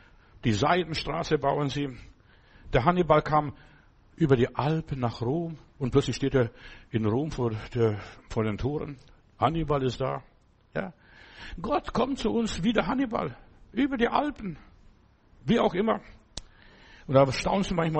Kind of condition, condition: setting, large echoing room